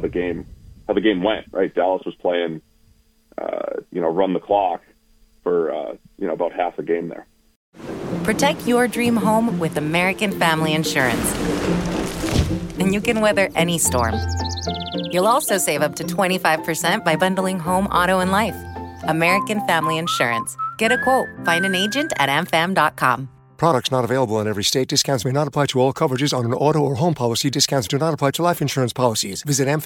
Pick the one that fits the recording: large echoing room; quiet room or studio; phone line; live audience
phone line